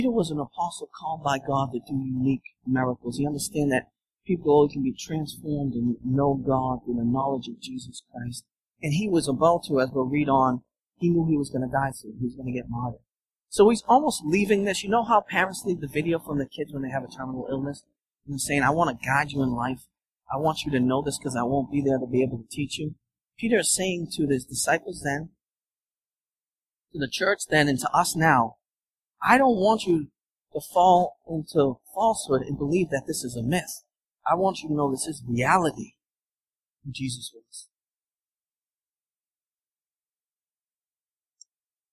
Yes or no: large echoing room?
yes